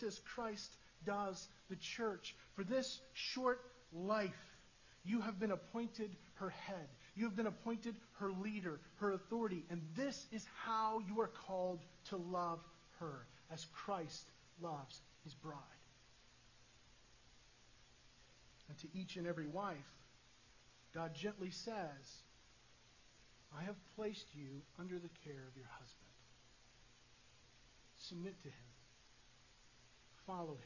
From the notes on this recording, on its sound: Sorry for the poor audio quality